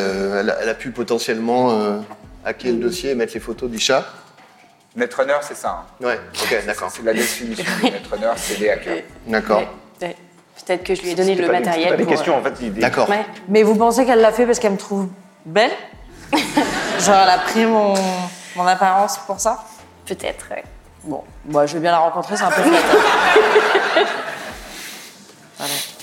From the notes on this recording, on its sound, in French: Événement en public avec le Forum des Images, qui nous a accueilli·e·s dans sa plus belle et grande salle